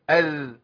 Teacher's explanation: طرف لساني مع طرف الثانية العليا · Term: الذال